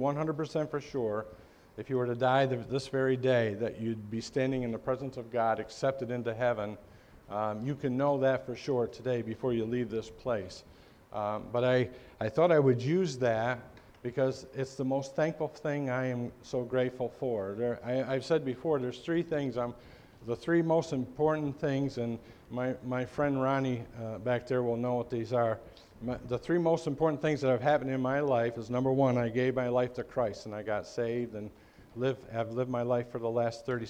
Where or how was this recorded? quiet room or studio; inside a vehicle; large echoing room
large echoing room